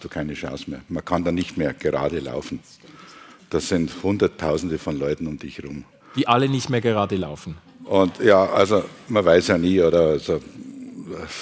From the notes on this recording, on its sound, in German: live aus der Lokremise in St.